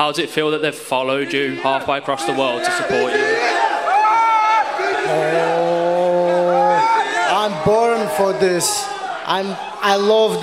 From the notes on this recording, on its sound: Pre-Fight Press Conference